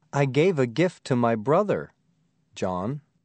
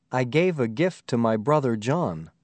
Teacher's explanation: As you can see, when you are listening, pauses in speech can change the meaning of a sentence. A pause can tell you that the speaker is talking to someone, not about someone. · Shown in: first take